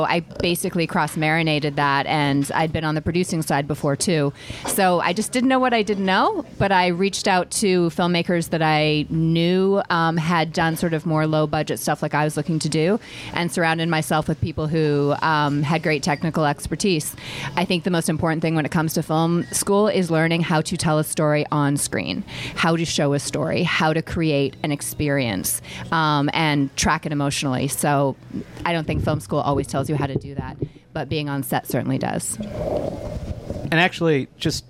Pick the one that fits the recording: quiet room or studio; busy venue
busy venue